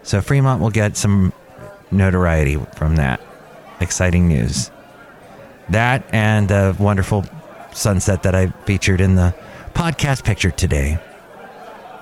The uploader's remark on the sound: live from Cafe Anyway